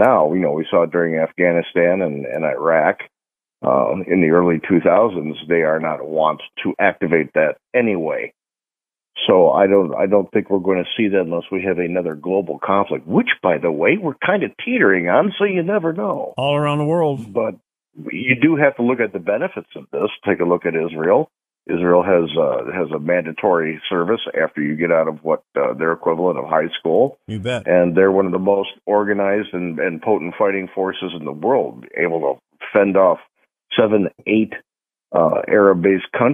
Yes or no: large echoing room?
no